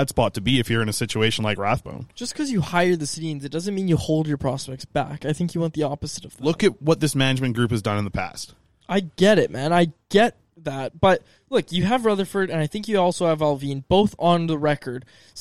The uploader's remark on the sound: Live from Montana's. Today, we're recording on the outdoor patio at Montana's after downing some delicious all-you-can-eat ribs!